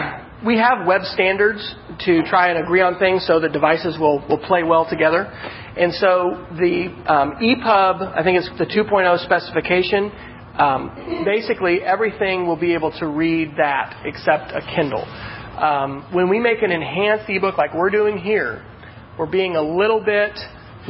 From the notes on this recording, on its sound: This is a recording (part 2 of 2) of a meetup in Oklahoma City